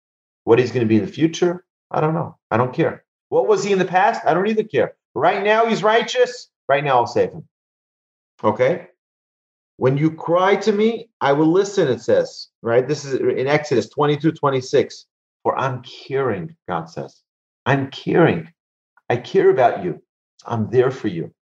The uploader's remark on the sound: Recorded presentation to an online audience. In Houston, Texas.